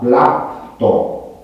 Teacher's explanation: Și acest prezent a rezultat din iod plus radical. Deci grupul labială plus iod, pie sau bie, a dat pt, obligatoriu, blapto